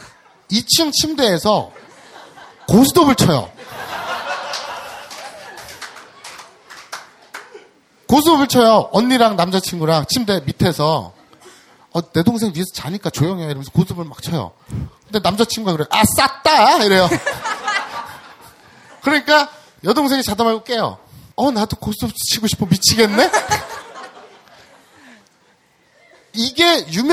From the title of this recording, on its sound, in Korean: 두번째 공개방송 이쿠이쿠쇼!(즛콩바콩쇼)